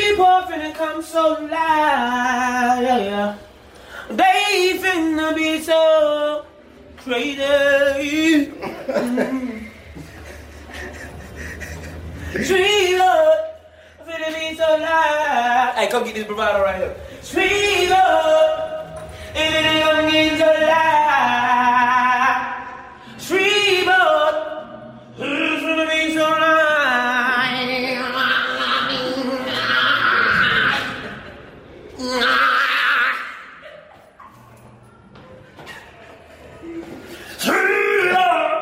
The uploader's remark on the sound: Its a live comedy special from the vault!